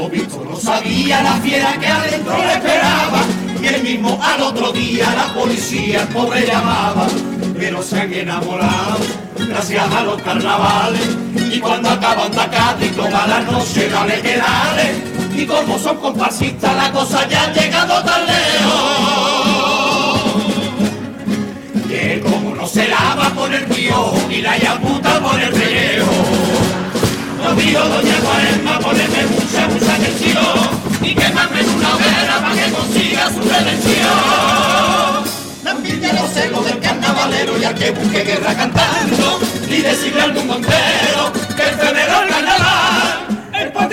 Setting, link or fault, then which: setting, live audience